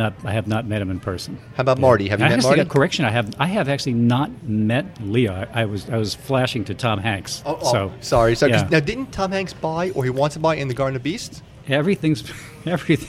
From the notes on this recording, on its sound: recorded at Legends in NYC